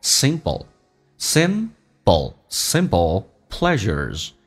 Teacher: P 跟 L 在快速的时候经常会发成 B 跟 L